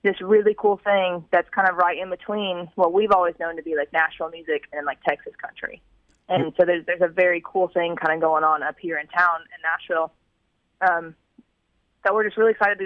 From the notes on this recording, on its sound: The KTEX Posse got a very special phone call from upcoming artist